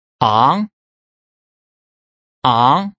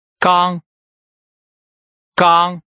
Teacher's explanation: The NG letter combination makes the final or vowel preceding it nasal.